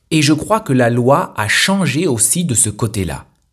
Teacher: Le « e » du mot « de » n'est plus prononcé. Et ensuite, la lettre « d » lorsqu'elle est prononcée avec le mot suivant, « ce », ne se prononce plus « d » mais « t ».